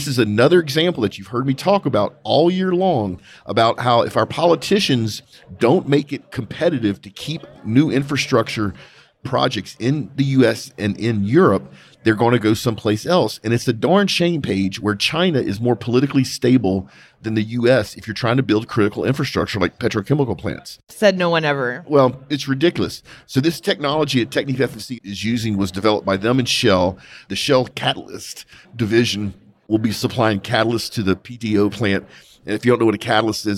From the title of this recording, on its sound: Live from the SPE Oil and Gas Symposium